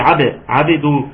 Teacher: قالت الباء مقلقلة في عبد عبد، نعم يبقى لازم ناخد بالنا منها ونقلقل الباء.